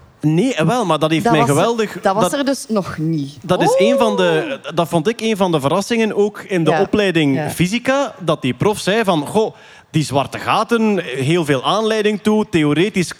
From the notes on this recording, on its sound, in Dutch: Live vanop het Nerdland Festival!